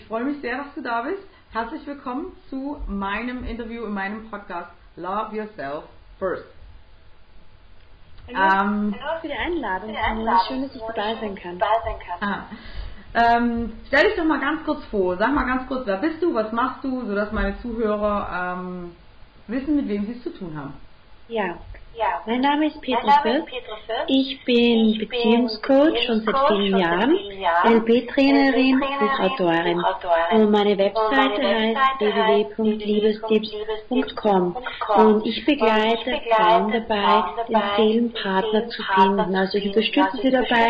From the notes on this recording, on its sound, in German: Leider hat mir meine neue Software einen Strich durch die Rechnung gemacht und die Tonqualität ist nicht so geworden wie ich sie mir wünschen würde. Wenn du ein Headphone/ Kopfhörer verwendest und nur auf einem Ohr hörst, dann hörst du den Hall nicht .